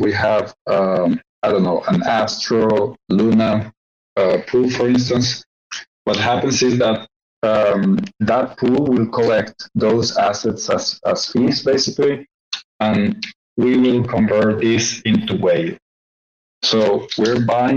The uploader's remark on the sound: White Whale Community Call